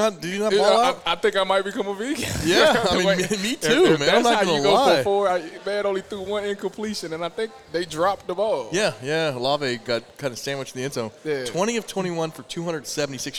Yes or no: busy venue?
yes